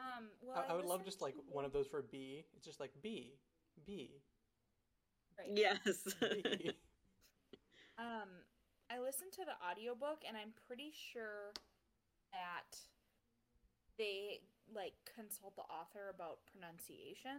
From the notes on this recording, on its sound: The audio on this episode is quieter/lower than usual since we lost our primary audio, so I had to use our backups.